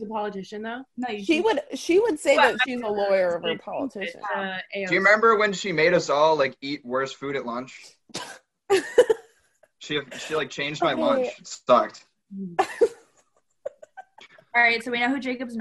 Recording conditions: video call